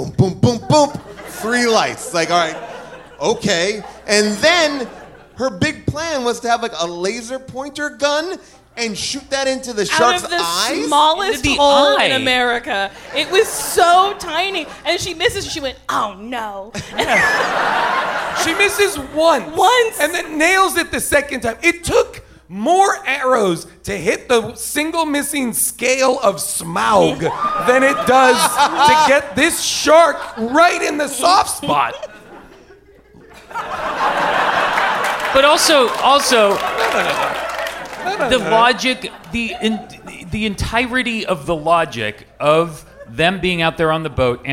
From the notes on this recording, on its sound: Recorded live at Largo at the Coronet in Los Angeles.